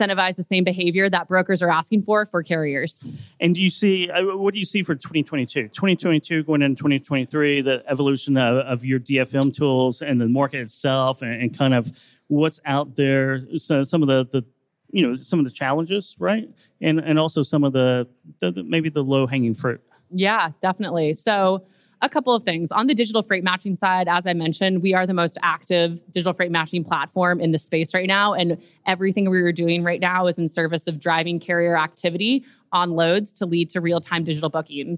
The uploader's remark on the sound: LIVE at FreightWaves' Future of Supply Chain conference